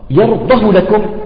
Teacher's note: بالخطف ليس بالطول يعني بالحركتين